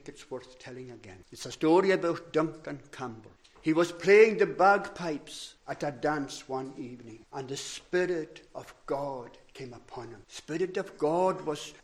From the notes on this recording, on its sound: recorded at North Harris Free Church on the evening of Sunday, 15th January 2023.